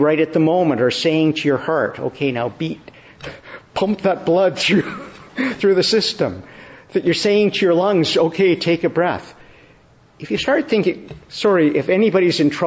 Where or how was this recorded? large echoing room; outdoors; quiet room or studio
large echoing room